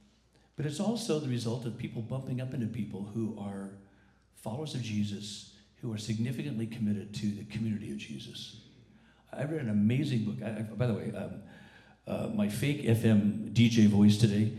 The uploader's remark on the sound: Recording of the 10:45 am service on Sunday, February 17, 2019